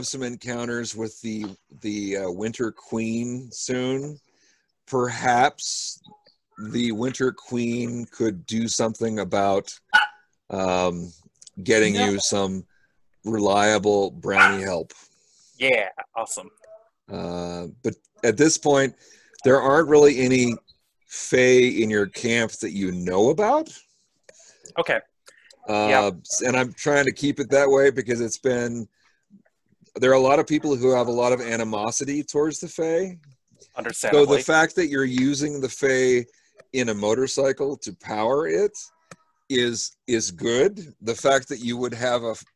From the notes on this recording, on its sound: from the relative safety of our own homes via Zoom